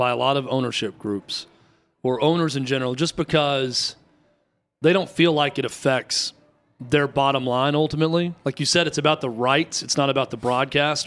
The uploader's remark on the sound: live from the Final Four in Houston